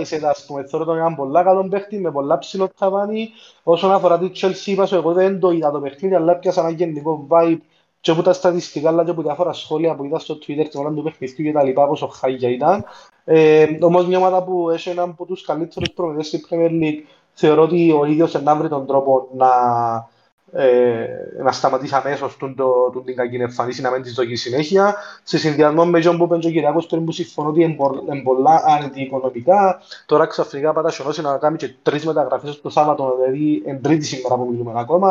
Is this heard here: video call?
yes